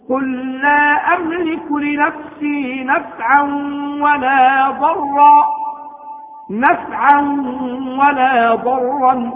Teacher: قل لا أملك لنفسي نفعا ولا ضرا نفعا ولا ضرا إلا ما شاء الله، فقد جاءت اللام الساكنة بعدها لام متحرك فأدغمت اللام في اللام فصارت لاما واحدة عند النطق بها